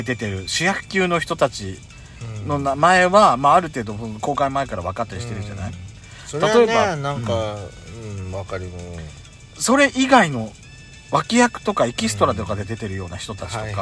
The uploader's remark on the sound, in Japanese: パーキング収録